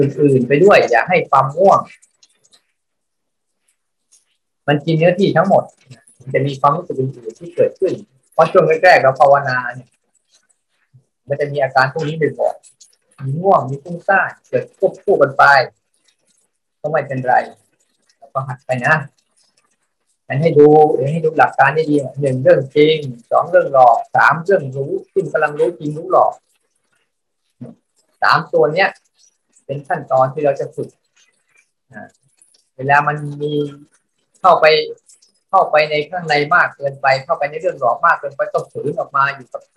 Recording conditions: video call